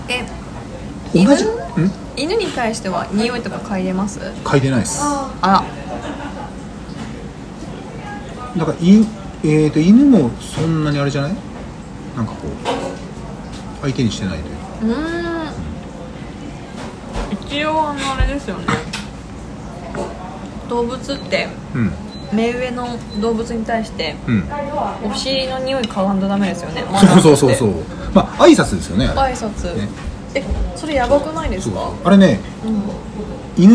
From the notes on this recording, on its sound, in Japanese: 約束の地「居酒屋」での収録です